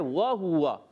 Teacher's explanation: वाव की अदायगी होंठों की गोलाई से, हा पर भी पेश है, वाव पर ज़बर है, मगर ये तमाम तीनों के तीनों होंठ गोल होंगे।